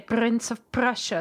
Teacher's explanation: So basically you do the P, close your lips, and then try to roll the R, then you'll get a good like R in the right place for Russian.